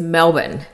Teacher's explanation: and the R just kind of gets lost